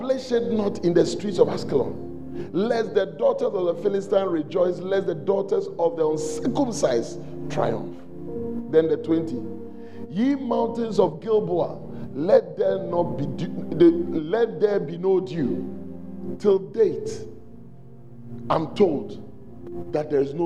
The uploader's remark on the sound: on day one at The Celebration Convention, Fountain of Life Cathedral.